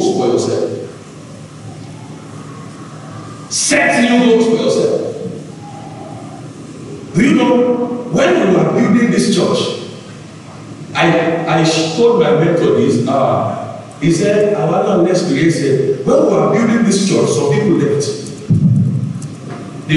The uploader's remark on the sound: Covenant Champions Global Assembly LIVE Service